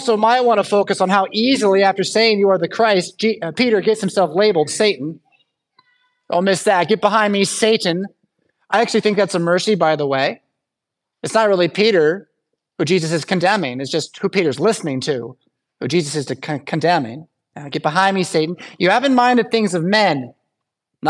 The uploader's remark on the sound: Preached at St Paul Lutheran Church , Rockford, Illinois on Sunday, March 3rd, 2024.